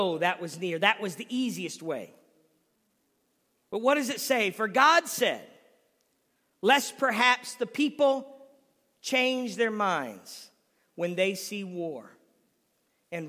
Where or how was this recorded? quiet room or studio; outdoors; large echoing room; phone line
large echoing room